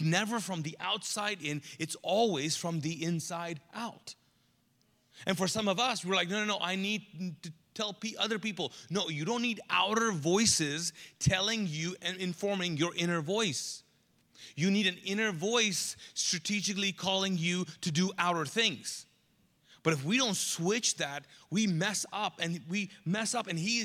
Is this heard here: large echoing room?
yes